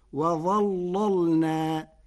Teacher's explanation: قرأ ورش كلمة وظللنا بتغليظ اللام الأولى فتصير وظللنا لمناسبة الظاء المفخمة